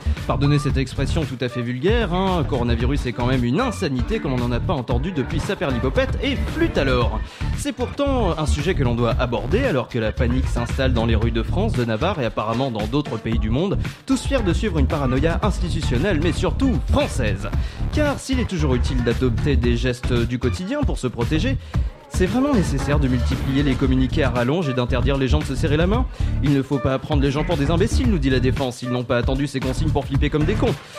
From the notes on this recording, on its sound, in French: En direct du Lou Pascalou. N'a plus de micro au bout d'un certain moment.